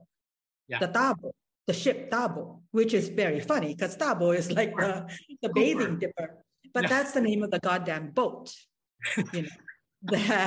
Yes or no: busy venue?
no